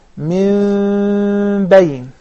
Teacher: By doing what? By leaving a partial opening between the upper and lower lips until we come to pronounce the letter باء، then we have a complete closing. · There is an اقلاب because the non-vowel noon is followed by the letter ba, right? So we convert it into ميم. And because the ميم and the باء are very close to their articulation point, in their articulation point, because of their proximity of the articulation points, so we would try to conceal the ميم. · Term: iqlab